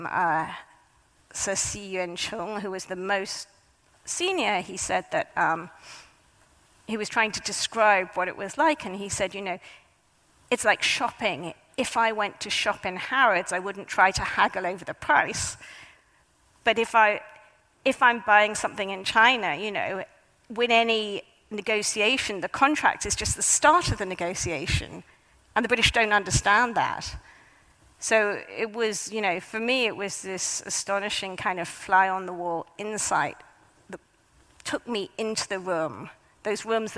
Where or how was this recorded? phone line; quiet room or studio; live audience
live audience